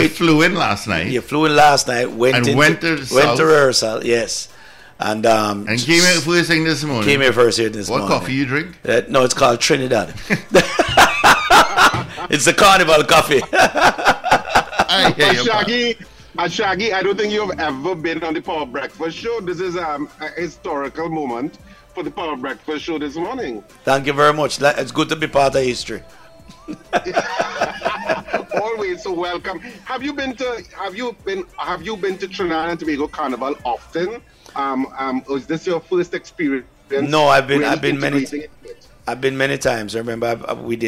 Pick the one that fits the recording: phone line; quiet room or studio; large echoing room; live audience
phone line